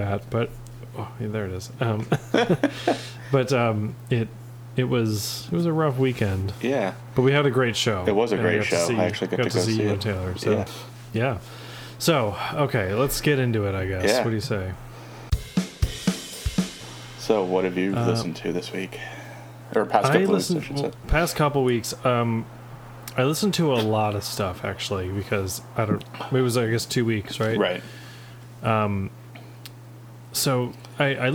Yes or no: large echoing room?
no